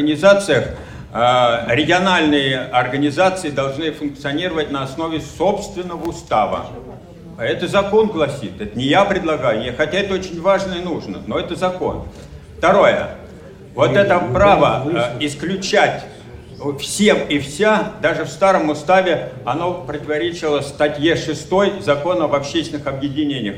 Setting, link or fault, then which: setting, large echoing room